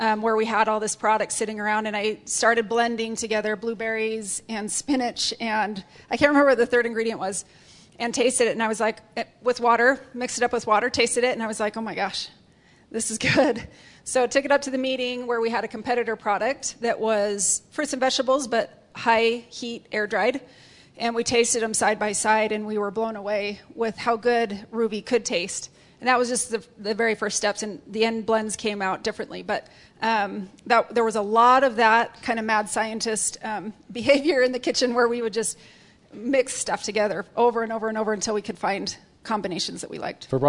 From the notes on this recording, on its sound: Audience Q&A